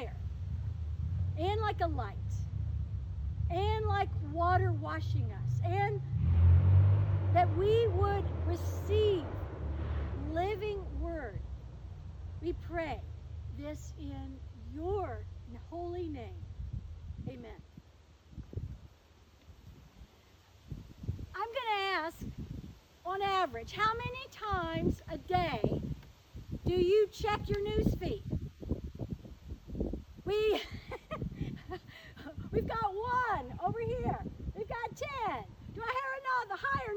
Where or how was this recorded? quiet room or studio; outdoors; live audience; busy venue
outdoors